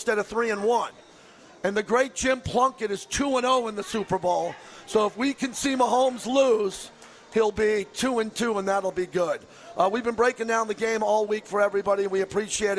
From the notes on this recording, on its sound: LIVE FROM CAESAR'S PALACE.